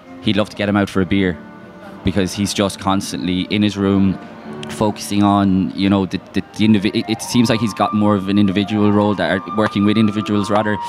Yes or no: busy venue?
yes